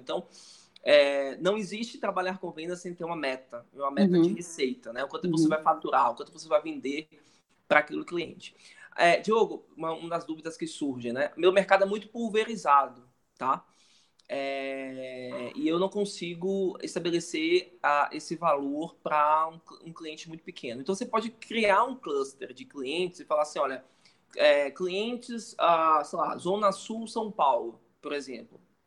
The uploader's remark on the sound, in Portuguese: Conteúdo originalmente produzido para webinar ao vivo da iugu.